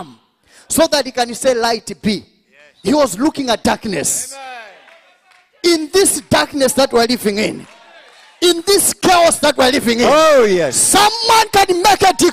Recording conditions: large echoing room